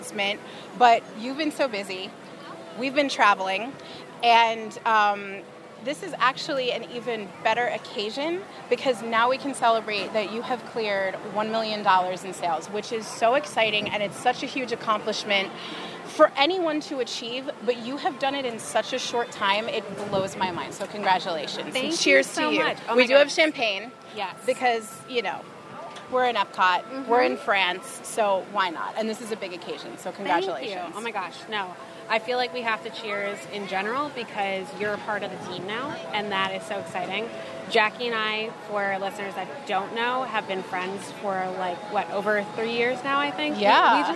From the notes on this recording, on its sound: Live from EPCOT.